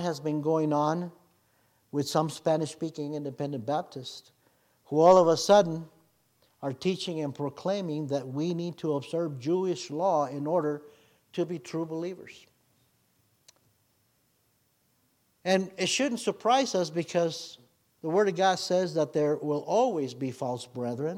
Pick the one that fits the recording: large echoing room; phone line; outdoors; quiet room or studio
large echoing room